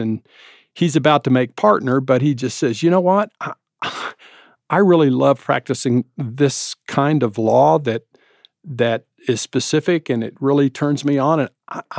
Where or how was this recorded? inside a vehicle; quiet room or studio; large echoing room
quiet room or studio